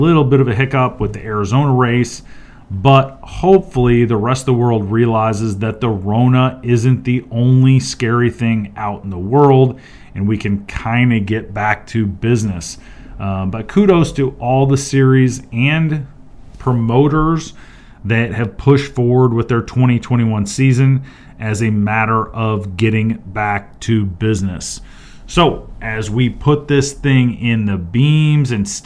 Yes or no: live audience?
no